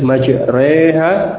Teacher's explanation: Yang menjadi contoh pada bunyi imalah dalam ayat, ya, disebutkan bismillahi majreha, gitu ya, majreha, inilah yang dimaksud dengan imalah. Bunyi imalah dibaca dengan peralihan dari fathah ke kasrah, bunyi e yang semacam itu.